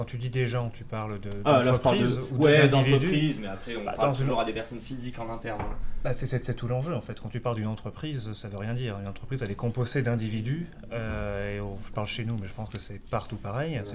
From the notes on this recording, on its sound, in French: Cet épisode a été enregistré à l'occasion de Zero-to-One. Cet épisode a été enregistré à l'occasion de Zero-to-One. Qui a réuni les talents des plus belles startups françaises en mai dernier.